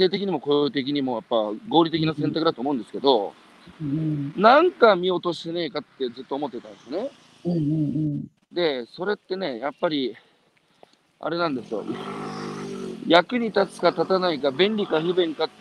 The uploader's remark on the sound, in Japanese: 歩きながら1時間、対談する